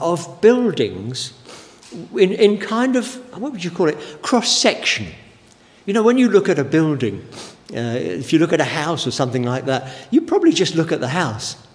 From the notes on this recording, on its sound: Given during the Oasis Church Live Stream